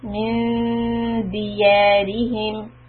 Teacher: من is إخفاء and the tip of the tongue should be ready for D. So it should be flat.